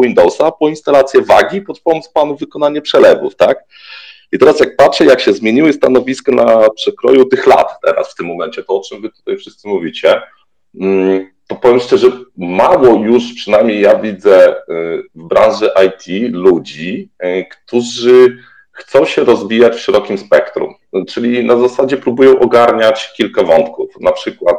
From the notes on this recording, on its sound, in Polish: To jest nagranie Twitter Spaces, więc rozmowa toczyła się na żywo i interaktywnie